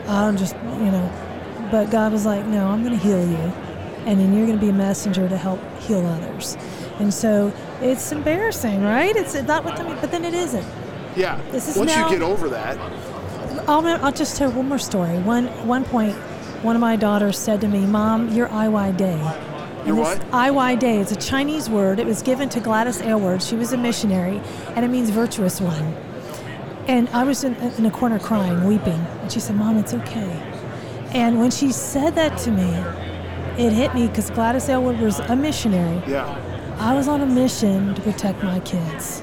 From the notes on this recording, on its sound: LIVE from NRB 2022!